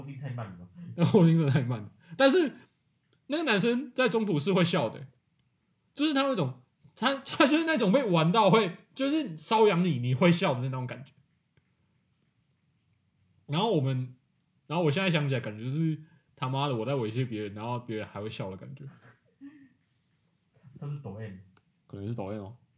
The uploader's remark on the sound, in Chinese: 今天台中一樣下著雨。錄音設備不佳請見諒。戴牙套錄音口齒不清。